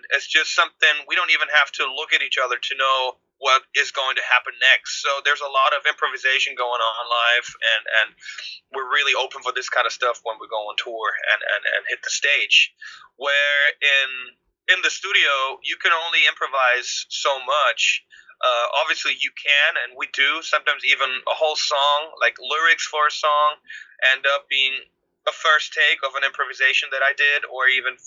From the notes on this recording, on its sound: over Skype from their home studio